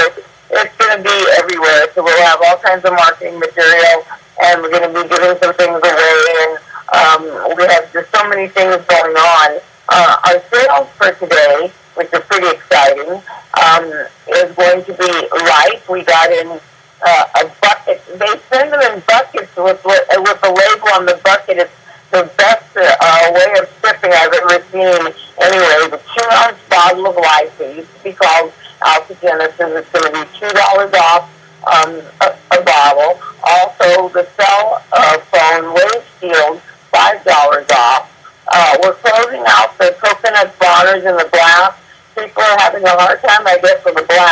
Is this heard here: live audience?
no